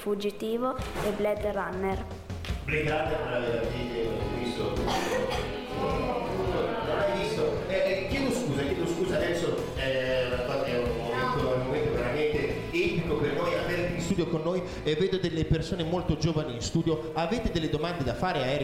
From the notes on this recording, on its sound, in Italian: Scuola Donini di San Lazzaro (BO) - LIVE COL PUBBLICO.